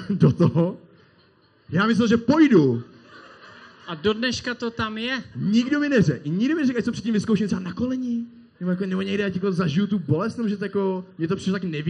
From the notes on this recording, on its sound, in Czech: 16 - Na dotek (ŽIVĚ). Proběhl náš první podcast před publikem, které zaplnilo holešovický Vnitroblock tak, že se někteří nevešli. A omlouváme se i za horší kvalitu zvuku.